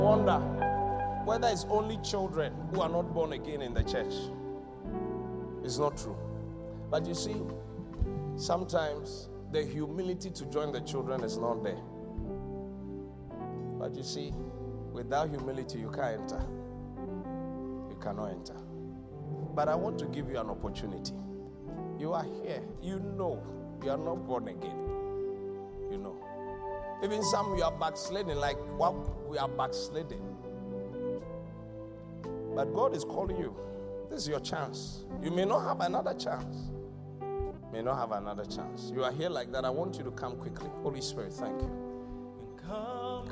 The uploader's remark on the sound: Preached at the Qodesh